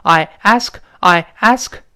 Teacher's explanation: 这个是把两个元音连在一块儿